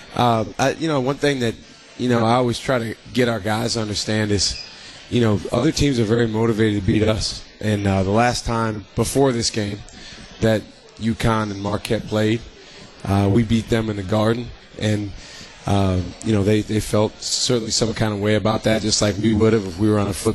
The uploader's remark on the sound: LIVE from MOTOR Bar & Restaurant